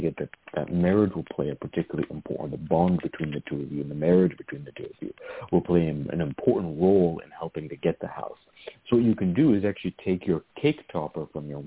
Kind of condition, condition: link, phone line